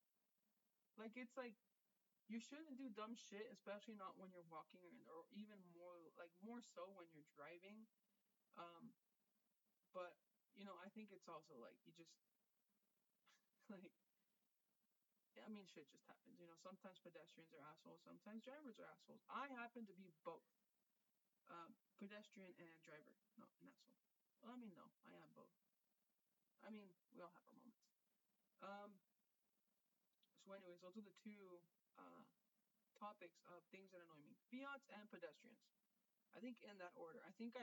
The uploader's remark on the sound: A very low volume. With live commentary following the Chivas game going on at the moment of recording.